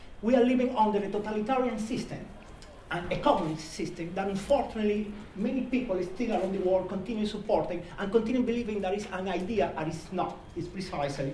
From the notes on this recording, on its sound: In celebration of Refugee Week. This Worlds Festival event at the Norfolk & Norwich Millennium Library.